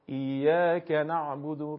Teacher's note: مثلا میگم من اگر بخوام ضربه روی حرف کاف بزنم، طبیعتا میشه ایاک نعبد، ببینید چون دارم روی کاف ضربه میزنم کلمه وصل میشه حرف کاف به حرف بعد. ولی اگر ضربه خودم رو روی الف مدی ایاک بزنم، اون وقت دیگه کاف به حرف بعد متصل نمیشه، یعنی ایاک ایاک دیگه کاف کاملا جدا میشه از کلمه بعد.